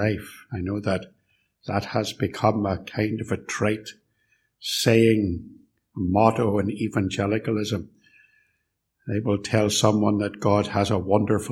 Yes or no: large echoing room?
yes